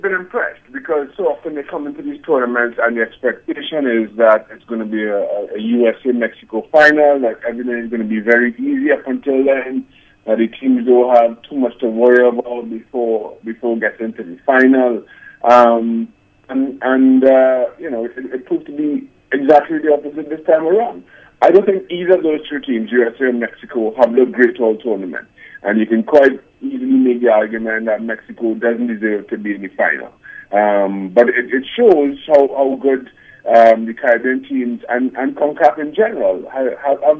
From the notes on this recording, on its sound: joined on the phone